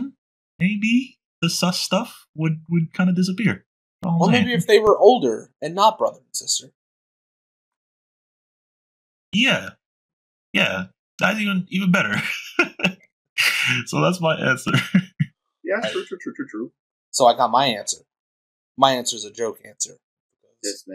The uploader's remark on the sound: The audio here kinda got messed up